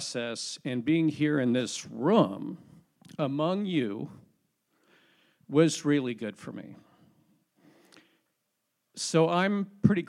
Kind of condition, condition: setting, large echoing room